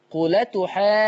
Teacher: بنشيل الهمزة وناخد الحركة اللي على الهمزة نحطها على اللام · Term: النقل